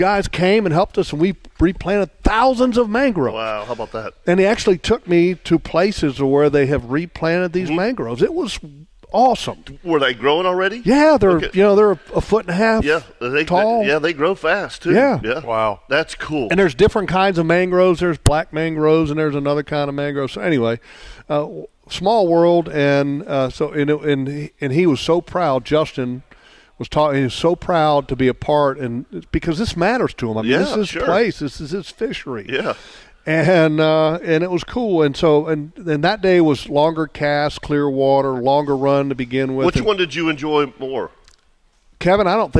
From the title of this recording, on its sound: LIVE! from Atlantic Coast Marine